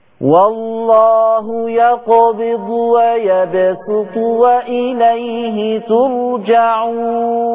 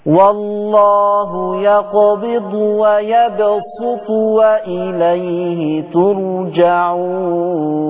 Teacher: طريق الشاطبية قرأ بالسين الخالصة في لفظ ويبسط · Shown in: first take